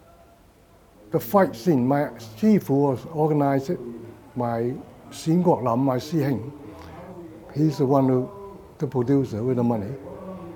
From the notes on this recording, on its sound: direct from the UK Martial Arts Show 2023